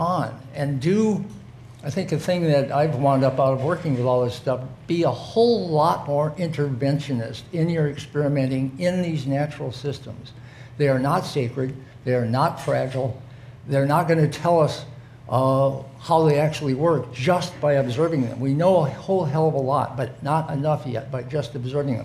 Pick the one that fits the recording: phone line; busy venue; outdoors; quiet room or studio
busy venue